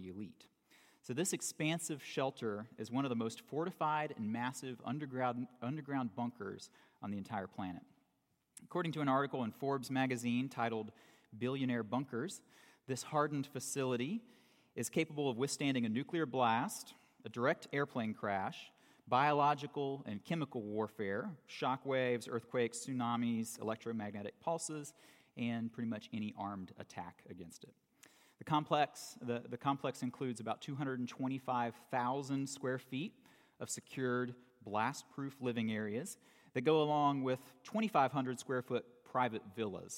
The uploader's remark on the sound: For the last Sunday of 2018 at Redeemer Presbyterian Church in Charleston, SC